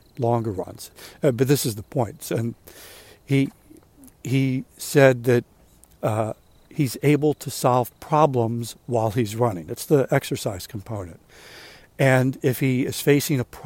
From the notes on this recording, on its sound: During today's ten-minute walk